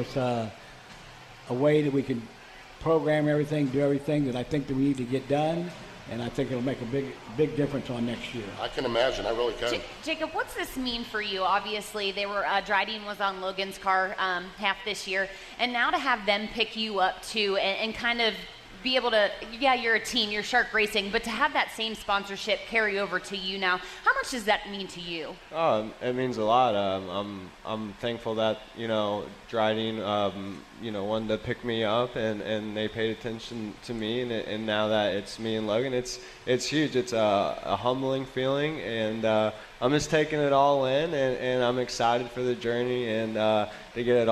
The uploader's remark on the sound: live from the camper appreciation event at The World Finals